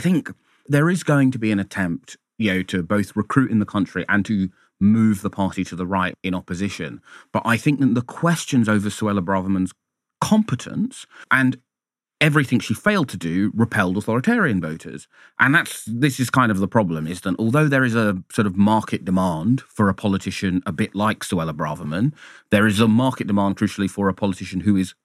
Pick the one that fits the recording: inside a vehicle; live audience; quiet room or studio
quiet room or studio